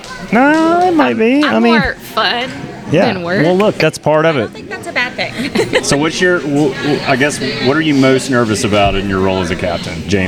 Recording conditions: busy venue